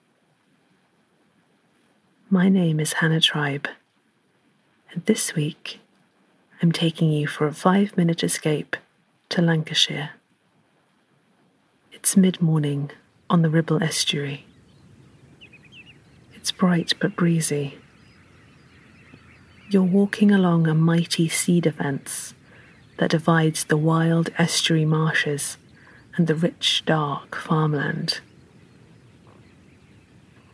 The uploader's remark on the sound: Listen to waders, wildfowl and skylarks on the wide marshes of Lancashire's Ribble estuary. The birds you can hear are mostly wigeon and skylarks.